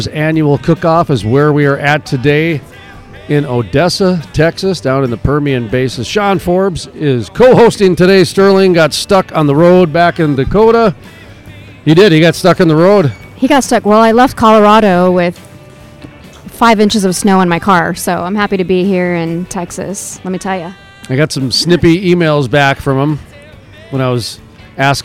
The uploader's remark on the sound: Live From The Permian Basin Association Of Pipeliners Annual Cookoff